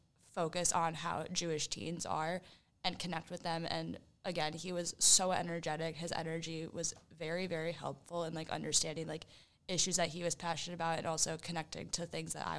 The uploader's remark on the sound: We are LIVE from International Convention 2023.